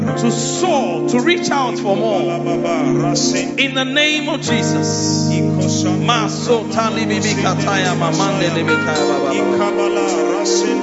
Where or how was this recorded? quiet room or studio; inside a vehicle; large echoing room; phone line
large echoing room